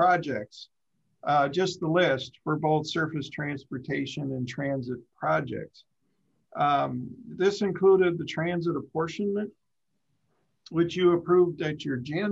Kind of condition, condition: link, video call